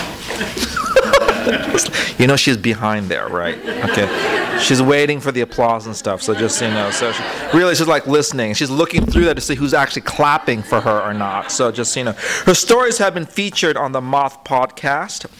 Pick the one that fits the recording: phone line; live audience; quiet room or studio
live audience